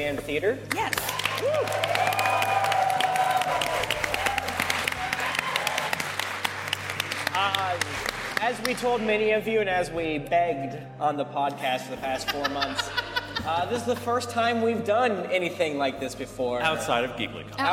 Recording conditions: live audience